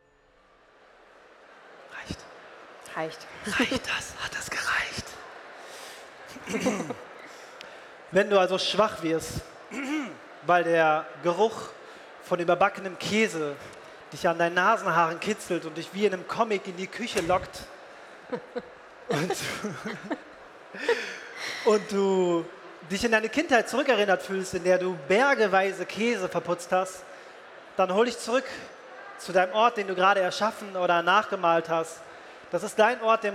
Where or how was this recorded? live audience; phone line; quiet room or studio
live audience